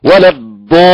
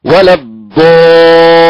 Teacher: ليس هناك غنة على اللام بل هناك نبر · Shown in: second take